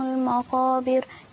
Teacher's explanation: انت جبت المقابر حلو قوي، رفقك الراء. عايزين بقى نبين تفخيم الراء في التكاثر.